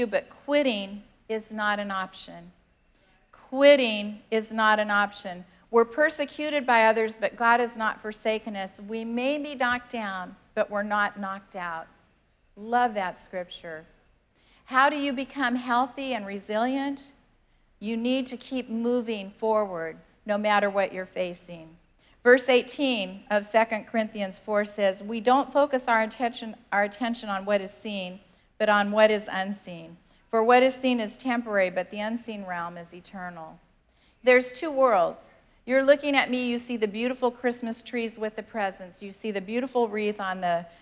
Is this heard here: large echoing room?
yes